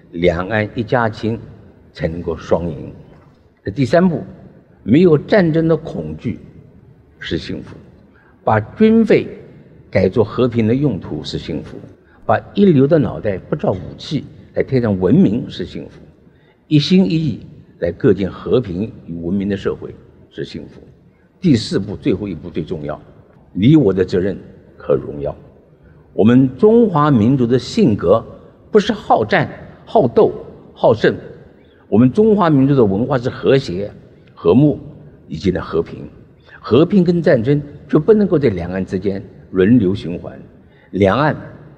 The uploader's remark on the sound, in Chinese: 本集節目取自【2023突破者知識跨年饗宴】現場錄音。